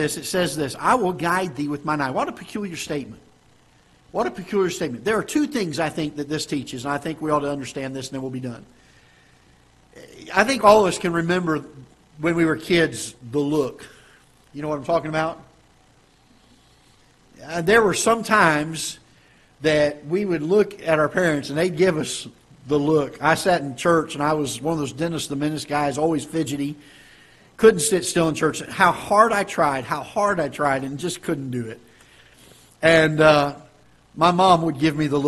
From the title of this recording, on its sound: Ketha Heights Baptist Church ~ Live Broadcast